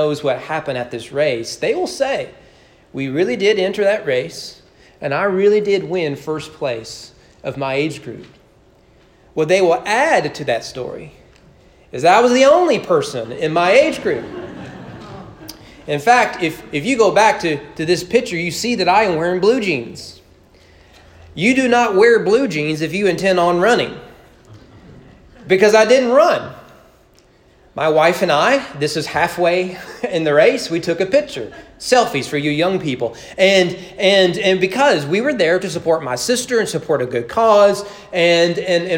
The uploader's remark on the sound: Sermon preached at East Frankfort Baptist Church on August 1, 2021 during morning worship.